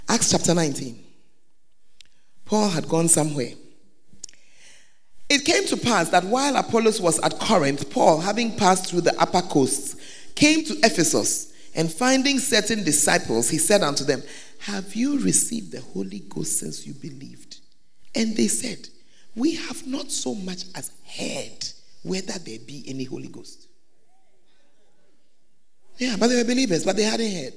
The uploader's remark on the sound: Preached at the Make Yourselves Saviours Of Men Camp 13th to 15th of February 2019 in Mampong, Ghana